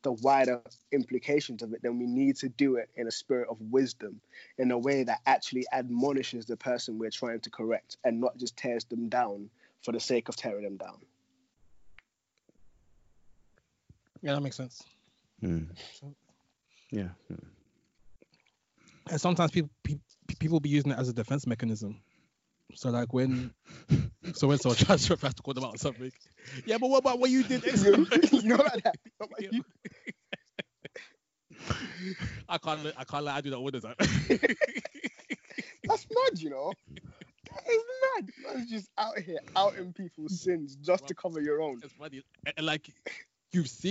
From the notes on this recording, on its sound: Full furnace on nigh full lockdown again this week bringing you another episode via the magic of skype.